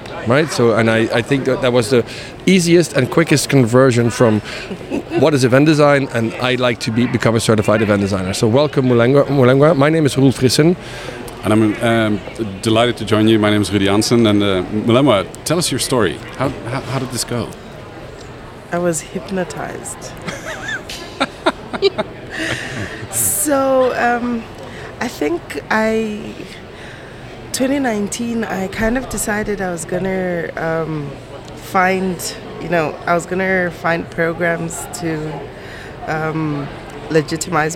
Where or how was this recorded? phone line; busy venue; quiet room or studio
busy venue